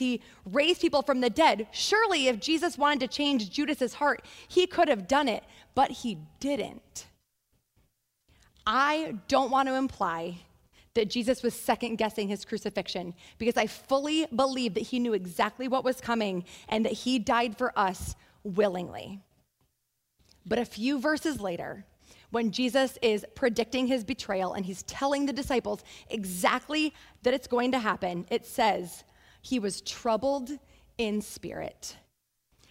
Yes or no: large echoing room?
yes